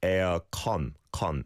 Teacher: You've gone for the O vowel sound, but when we say it in Korean, it's the A vowel sound.